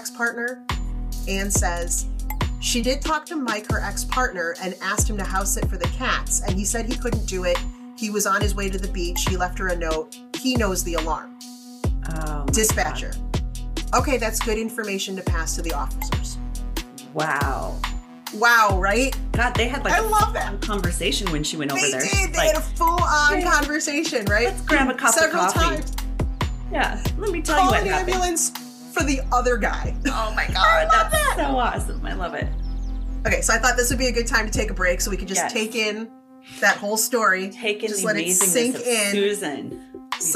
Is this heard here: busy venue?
no